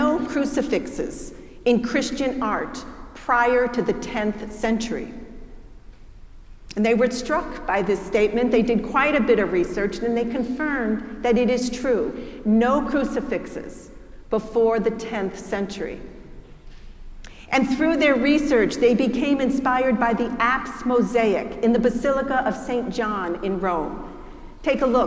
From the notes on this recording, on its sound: preached at our celebration of the Holy Eucharist service on Easter Day